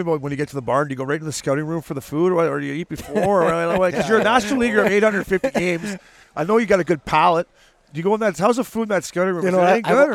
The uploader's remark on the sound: Recorded at DK Sportsbook at TPC Scottsdale